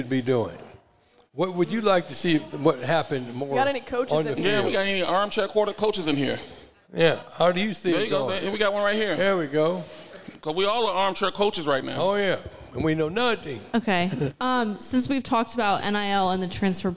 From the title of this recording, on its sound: The Run Live at Hurrdat Sports Bar & Grill